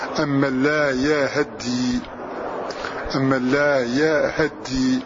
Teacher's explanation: فتح الياء والهاء فتحة كاملة من غير اختلاس فيها